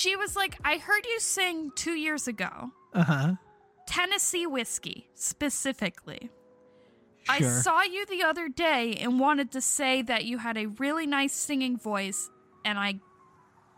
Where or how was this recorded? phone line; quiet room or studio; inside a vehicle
inside a vehicle